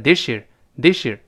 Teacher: s 碰到 e 变成 sh 这个声音